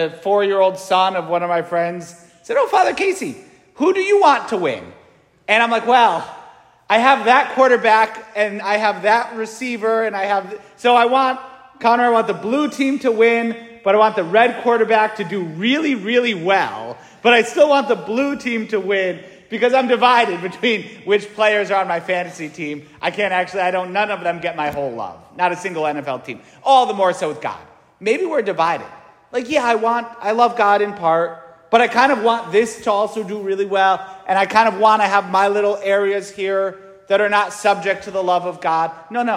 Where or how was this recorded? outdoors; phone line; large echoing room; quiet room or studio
large echoing room